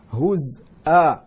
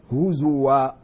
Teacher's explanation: قرأها حمزة في الوصل هزء بإسكان الزاي والهمز